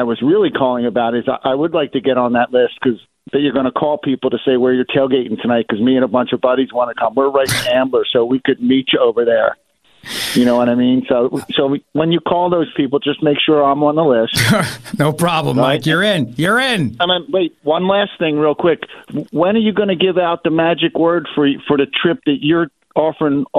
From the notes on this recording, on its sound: opens the phone lines and gets flooded with off-topic calls